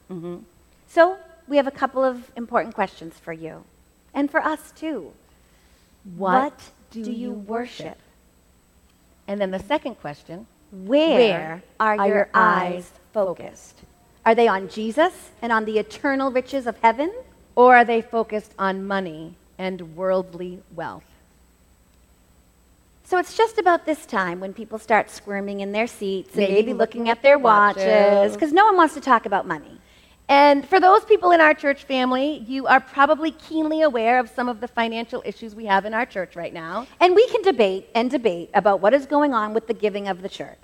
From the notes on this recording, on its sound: This episode was recorded LIVE at the First Baptist Church in Reading, MA. Every once in a while, we get the opportunity to present a Hymn Talk Twin Talk message during a worship service.